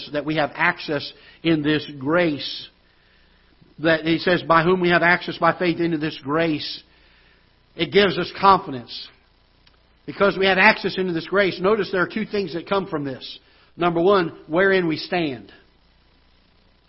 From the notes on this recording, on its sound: Ketha Heights Baptist Church ~ Live Broadcast.